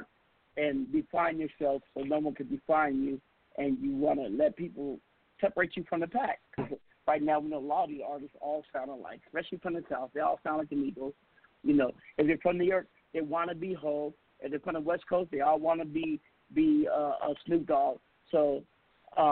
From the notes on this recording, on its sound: We have invited various people to call.